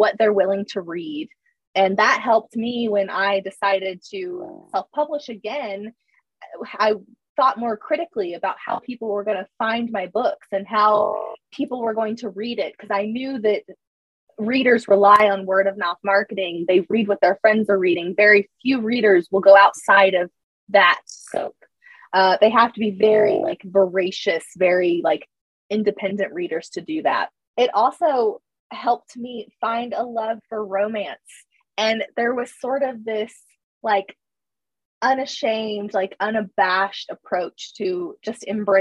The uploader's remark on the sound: We had some audio difficulties with this episode. We don't think it impacts the conversation, but we apologize that it isn't the best.